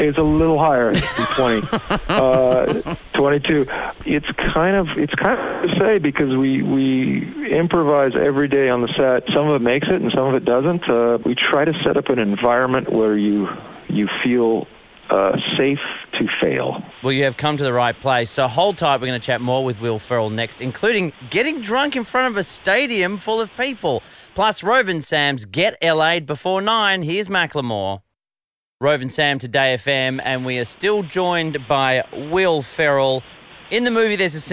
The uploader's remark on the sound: called in to chat